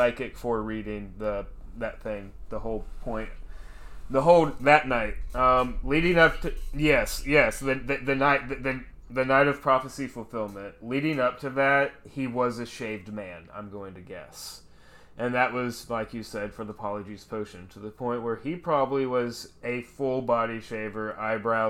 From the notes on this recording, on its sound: Please forgive the audio issues from this episode. I also learned to never sit in that chair again while recording a podcast!